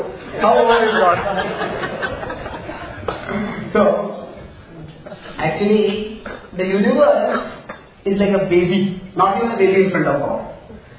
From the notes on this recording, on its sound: A talk given at the youth festival Prerana in May 2011.